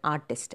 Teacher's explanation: Artist is a two-syllable word, but the first syllable is stressed.